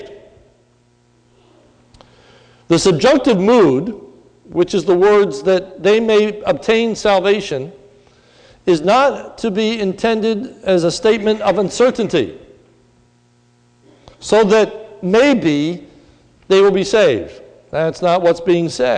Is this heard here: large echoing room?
yes